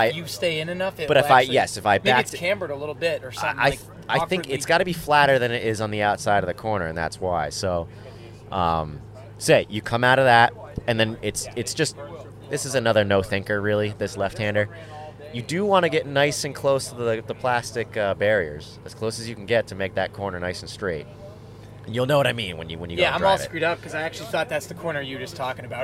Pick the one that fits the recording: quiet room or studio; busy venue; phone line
busy venue